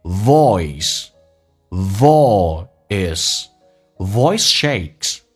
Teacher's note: oi 这个发音先发 o，嘴巴收圆一点点，后面那个尾音 a 很放松